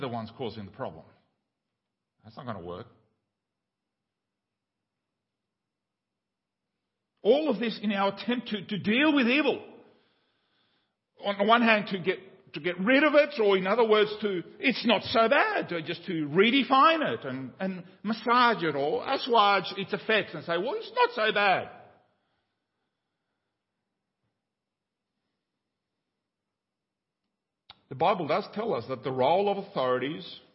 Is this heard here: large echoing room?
yes